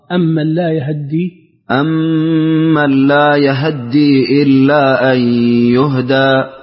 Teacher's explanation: قلنا اختلاس الفتحة للهاء وفتح الياء